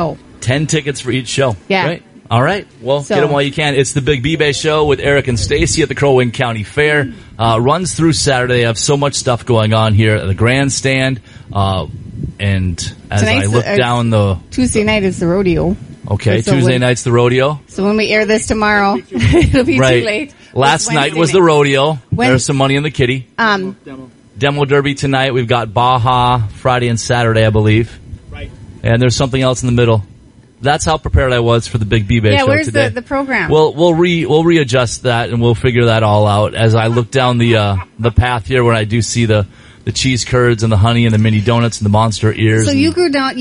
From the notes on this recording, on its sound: Live Show From The Crow Wing County Fair.